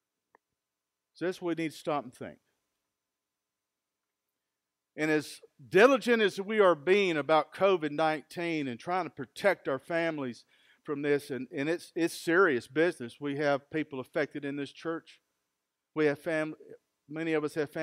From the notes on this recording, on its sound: Recorded live at Freedom Fellowship in Tontitown, Arkansas